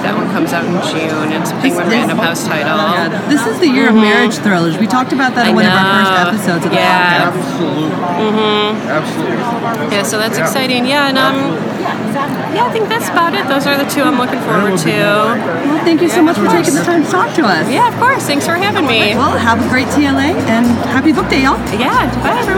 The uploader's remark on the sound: While at the 2017 Texas Library Association Conference. Her adventures on the TLA floor.